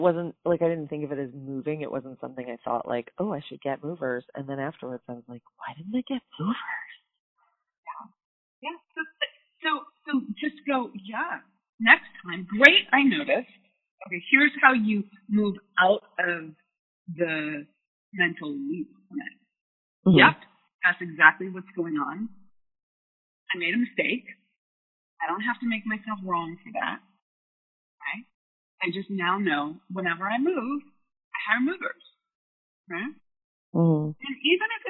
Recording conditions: poor sound quality